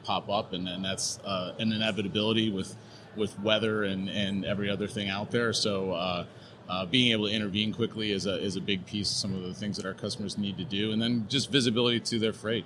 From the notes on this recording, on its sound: We're coming to you live from Air Cargo 2020 in Nashville with our first session!